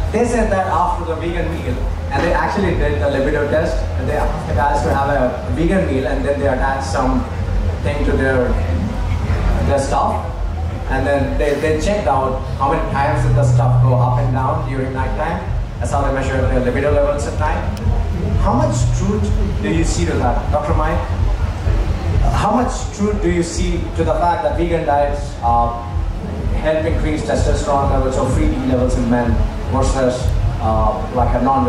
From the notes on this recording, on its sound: Game Changers Panel Discussion - Connect Festival Goa, India - 2019. The audio to the panel discussion he was apart of at the Connect Festival in India in 2019.